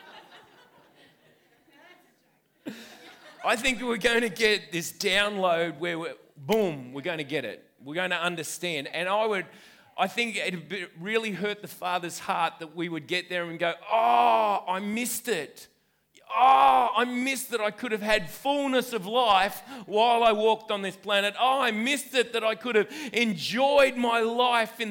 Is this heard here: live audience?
yes